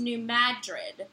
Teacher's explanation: Emphasis on mad, not drid, like in the city in Spain.